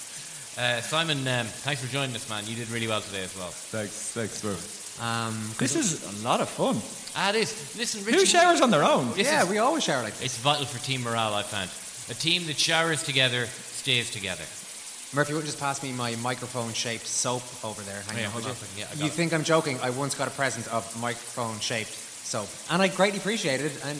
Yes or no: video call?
no